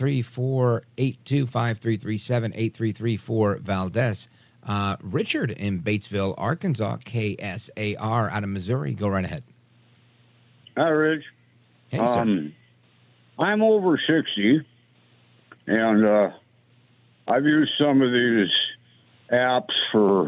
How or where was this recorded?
phone line